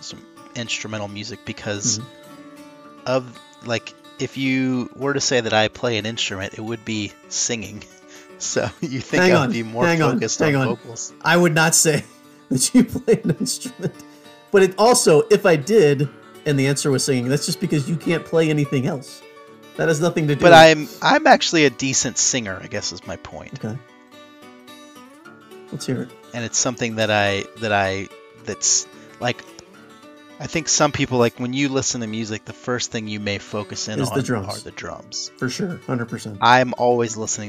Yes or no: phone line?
no